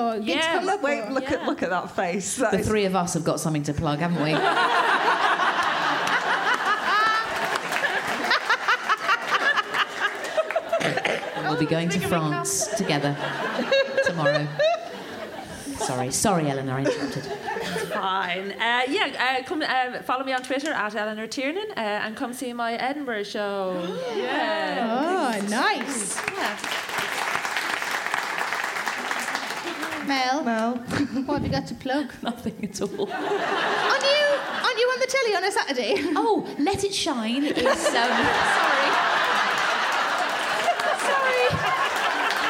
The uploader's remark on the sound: Recorded at the Leicester Square Theatre, London on February 14, 2017.